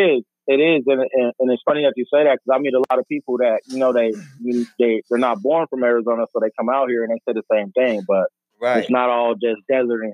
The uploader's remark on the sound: IN THE SMOKERS LOUNGE. TAPS IN ON THE PHONE TO TALK NEW MUSIC (E.P) FROM ARIZONA.